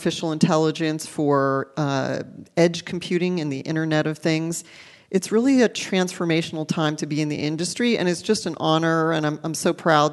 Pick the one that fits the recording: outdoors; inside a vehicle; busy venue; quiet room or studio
busy venue